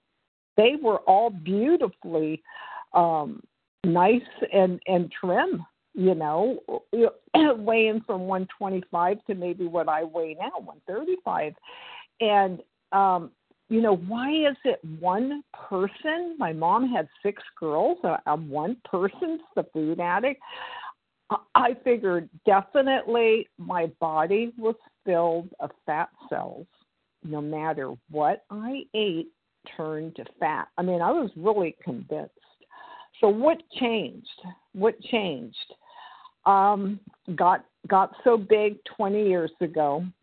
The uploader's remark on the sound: 100 Pounders Phone Meeting, 1/26/24